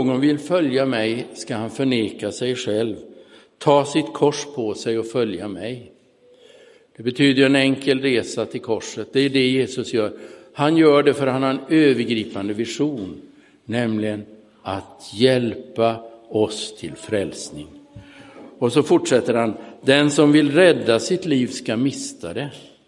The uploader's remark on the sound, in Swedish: Inspelad i Roseniuskyrkan den 30 oktober 2022.